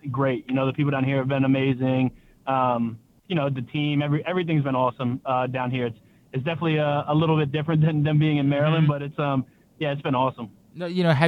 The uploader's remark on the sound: Hanging out in studio. On the phone line.